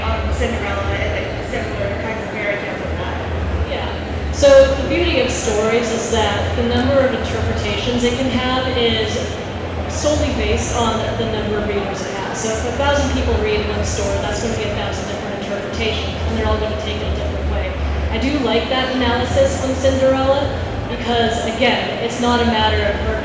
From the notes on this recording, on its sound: In this panel we got at Harrisburg Comic And Pop Con